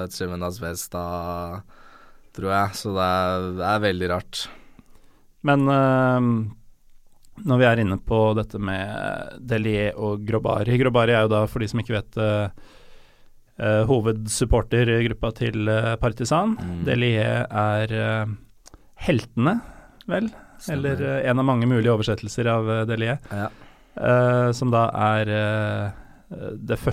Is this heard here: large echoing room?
no